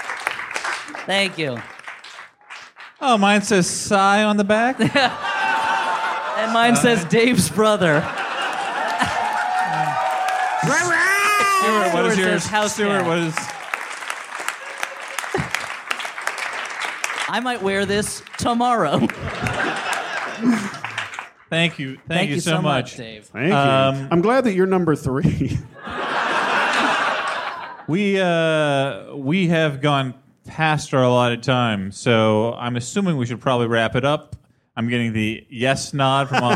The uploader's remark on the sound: Recorded on 1/9/2015 in front of a live, sold out crowd in The Bell House in Gowanus, Brooklyn.